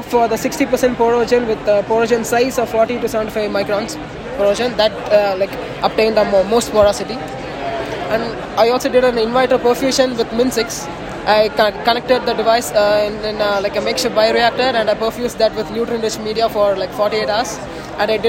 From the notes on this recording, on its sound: Recorded during Day 1 of the Islet Study Group 2023 poster session.